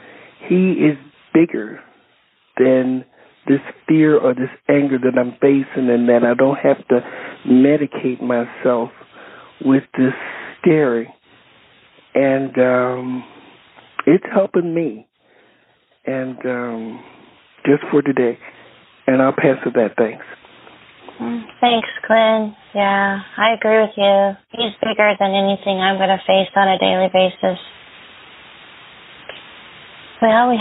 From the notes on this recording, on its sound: Phone Meeting Workshop.